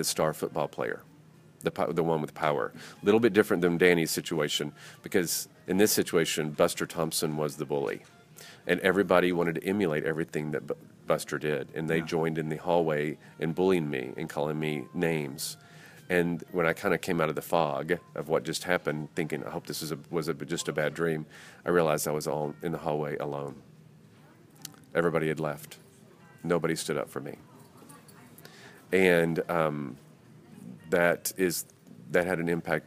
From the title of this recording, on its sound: Live at The Ohio State University